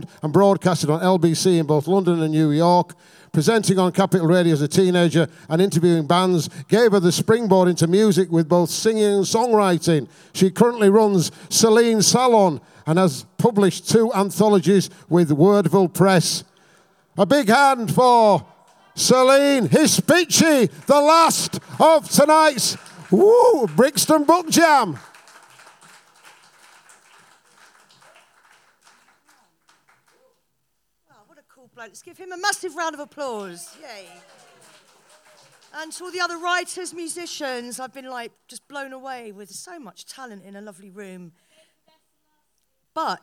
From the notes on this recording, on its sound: at our regular venue the Hootananny in Brixton